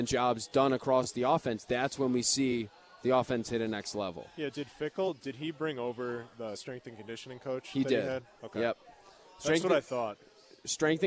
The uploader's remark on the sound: live from Monk's in Sun Prairie